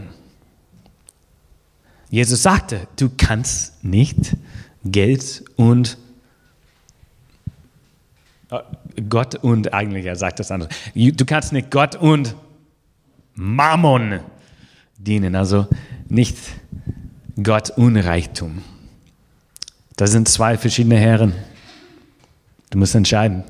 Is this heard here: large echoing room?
yes